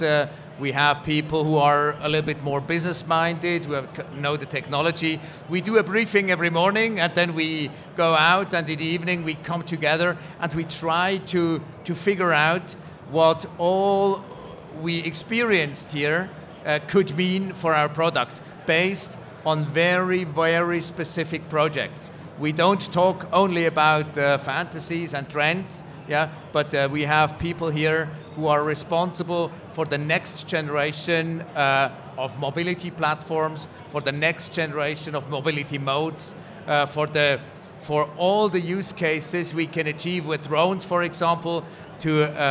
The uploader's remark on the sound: Recorded LIVE From CES. 30 Swiss startups presented their innovations at the Swiss Tech Pavilion presented by PRS, Switzerland Global Enterprise, digitalswitzerland and swissnex at the world’s leading global tech conference. Recorded LIVE during the conference.